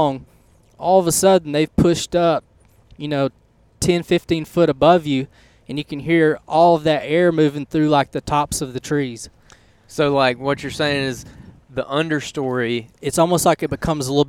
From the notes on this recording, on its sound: On the way in to an afternoon deer hunt on some Alabama public land